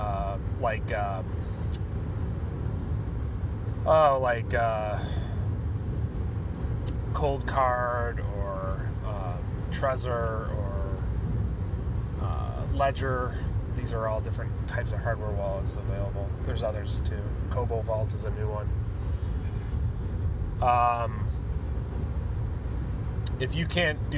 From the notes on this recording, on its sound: The bitcoin kid are in the car again talking bitcoin and the recent PayPal news.